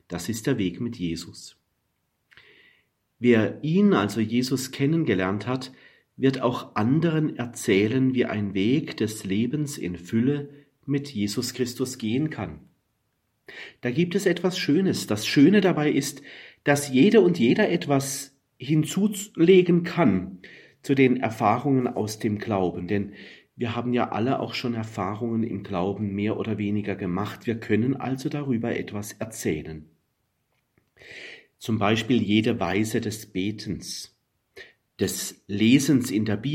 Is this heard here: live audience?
no